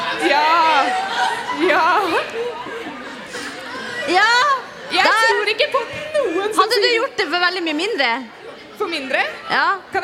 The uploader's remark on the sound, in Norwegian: (LIVE). Har besøkt Klæbu ungdomsskole for å spille inn en episode forann publikum!